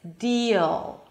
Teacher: I'm dropping the back of the tongue before creating the L sound. · Term: heavy L